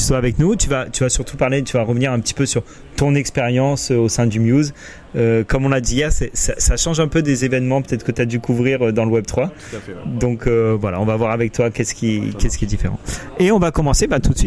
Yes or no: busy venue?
yes